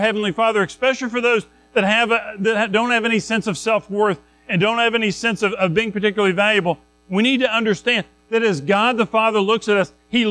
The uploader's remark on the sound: Recorded at Madison Baptist Church in Madison WV on Dec 31, 2023